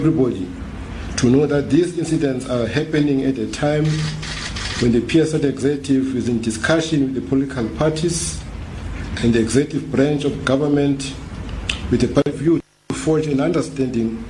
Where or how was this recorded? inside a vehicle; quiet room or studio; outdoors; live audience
live audience